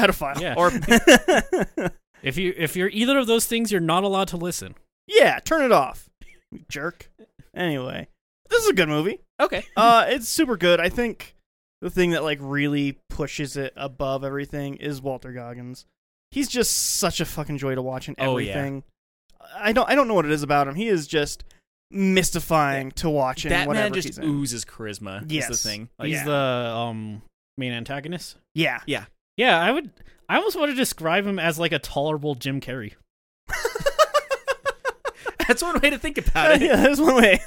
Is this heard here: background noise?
no